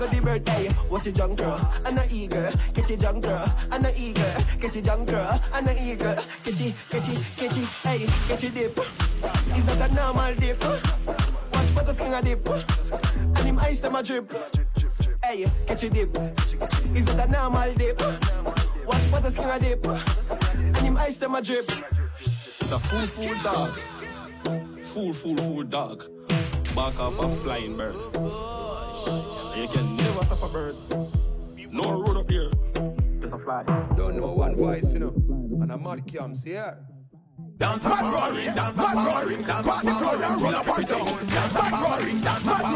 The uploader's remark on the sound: Live audio for last night at ribbiz!